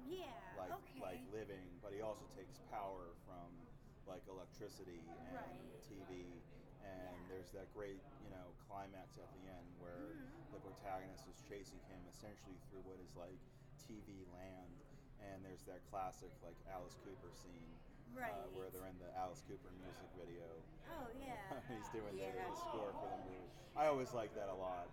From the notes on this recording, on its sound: live from Grossfest